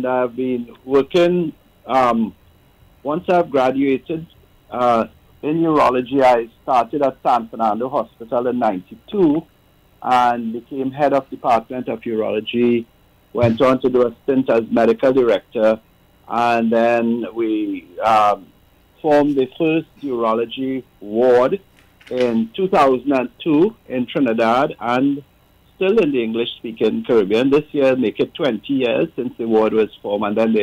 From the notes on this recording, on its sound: we take more calls from the audience